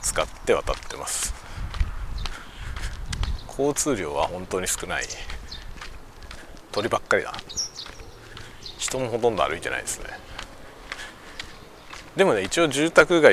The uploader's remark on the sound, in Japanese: 外を歩きながら雑談。ポストに郵便を出しに行きながらしゃべってみる回。マイクの風切り音テストを兼ねて。